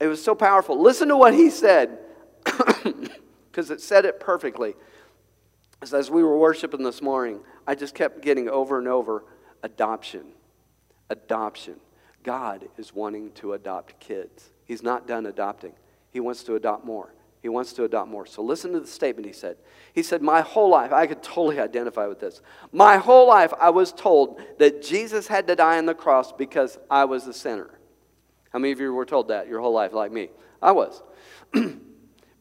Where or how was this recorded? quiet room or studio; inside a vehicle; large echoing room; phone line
large echoing room